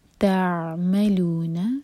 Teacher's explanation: عین ساکن کے بعد میم، تو میم پر زور اور عین پر جھٹکا نہ آئے